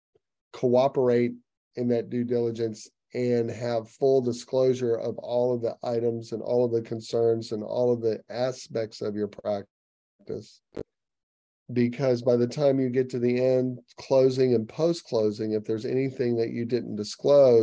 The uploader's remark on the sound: Each TMQA podcast is an edited and shortened version of the previously-held live Q&A Zoom session.